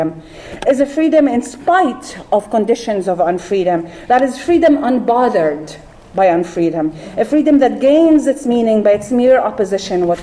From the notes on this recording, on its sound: This panel was held on November 19th, 2017 at the Middle East Studies Association's (MESA) annual conference.